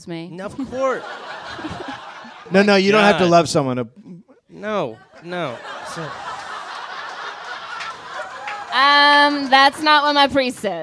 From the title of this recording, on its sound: Live in Los Angeles